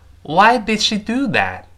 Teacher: 最后那个 t 依然是失去爆破